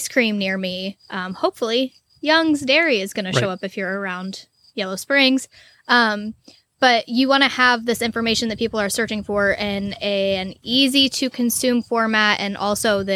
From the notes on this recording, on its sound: Because we're proud midwesterners, we recorded this episode in person on a wagon in the middle of a cornfield.